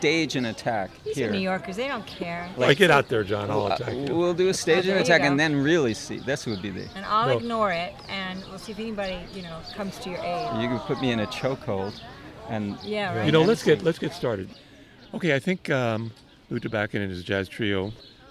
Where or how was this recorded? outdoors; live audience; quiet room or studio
outdoors